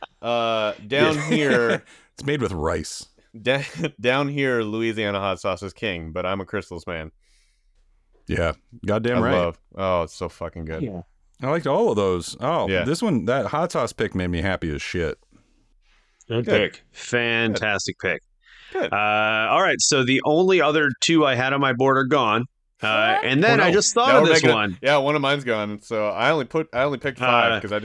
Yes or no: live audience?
no